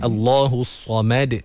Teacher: Sama juga ada qalqalah pada huruf dal. Dan mim dipastikan nipis.